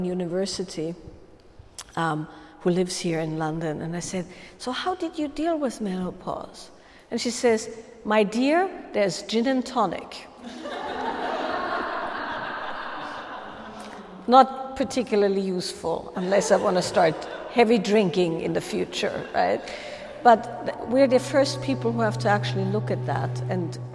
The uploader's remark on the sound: a live Q&A during a Wild Woman's Way workshop